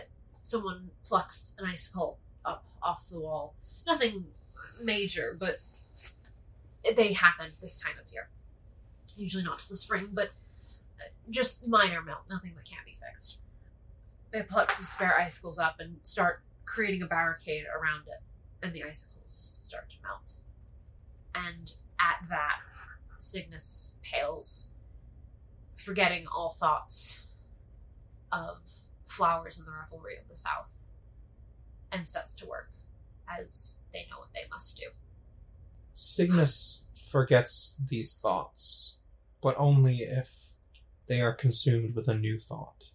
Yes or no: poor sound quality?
yes